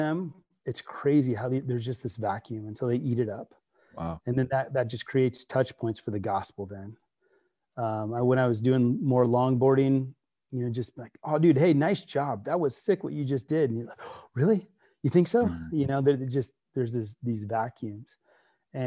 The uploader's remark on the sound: on Zoom for a conversation